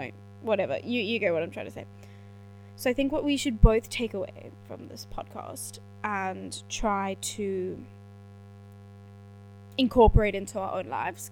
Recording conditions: poor sound quality